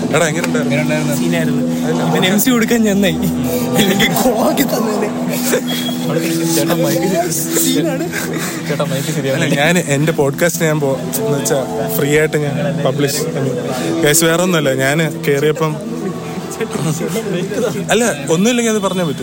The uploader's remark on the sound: This episode is based on a recent Christmas Program that happened at Trivandrum, we were all having fun, so I thought of recording our fun conversations and the surround sound!